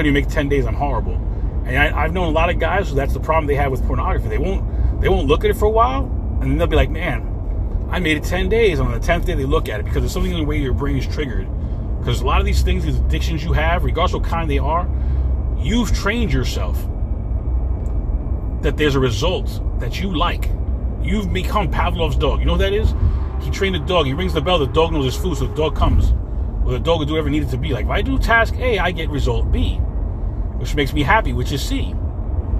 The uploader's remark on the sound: In this CarCast